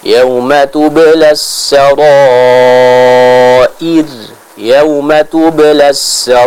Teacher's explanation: ra-nya kita panjangkan 4-5 harokat · huruf ra yang ada di akhir ayat kita baca dengan tipis